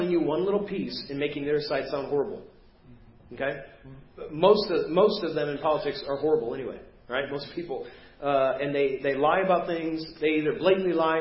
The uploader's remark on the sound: Preached at First Baptist Church of Hazel Park